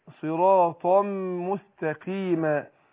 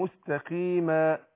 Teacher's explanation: القاف لما تكسر بتاخد ادنى درجات التفخيم